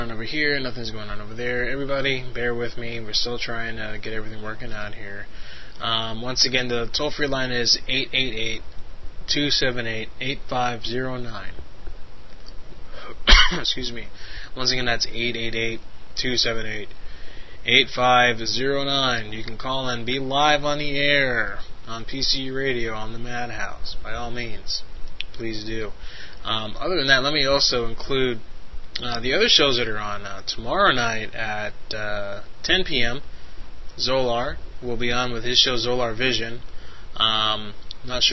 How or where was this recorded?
phone line